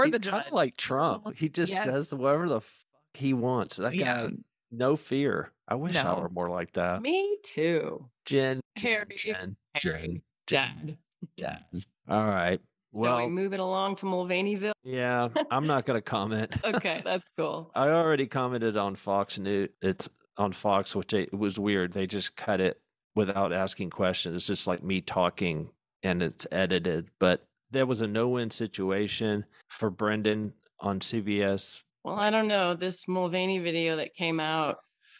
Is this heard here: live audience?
no